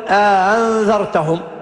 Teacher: محققون الأولى ويسهلون الثانية بين الهمزة والألف · Term: تسهيل الهمزة الثانية